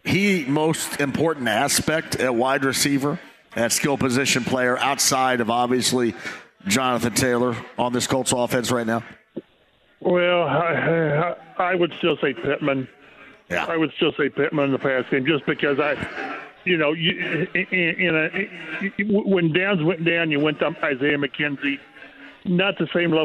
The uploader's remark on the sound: LIVE from Joe’s Grill. Live at Joes Grill!